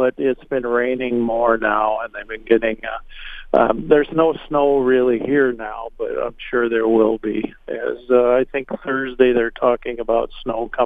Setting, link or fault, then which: link, phone line